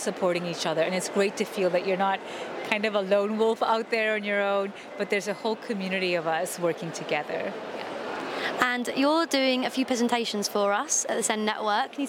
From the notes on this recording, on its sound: The SEND Network were lucky enough to attend the Tes SEND Show. Caught up with some of the speakers and exhibitors at the show.